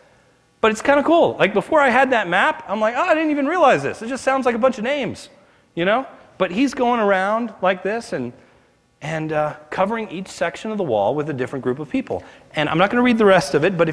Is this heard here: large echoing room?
yes